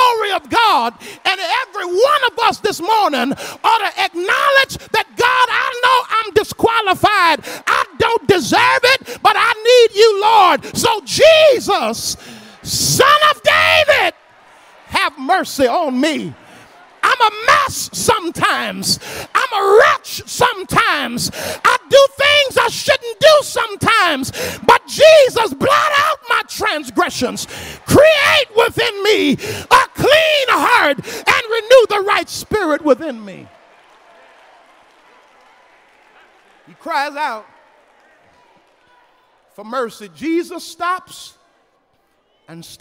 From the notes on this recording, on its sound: Lilly Grove Missionary Baptist Church, Houston, TX.